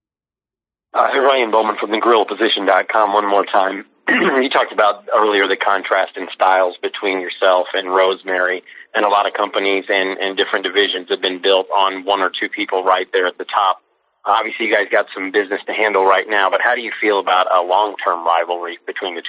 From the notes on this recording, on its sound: IMPACT Wrestling Teleconference.